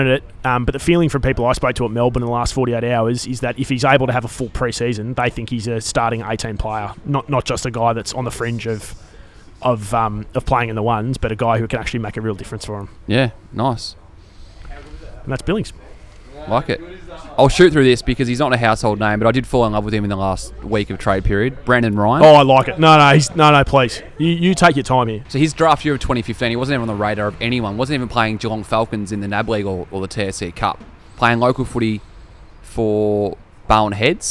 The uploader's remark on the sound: Join us live from the pub for our season finale!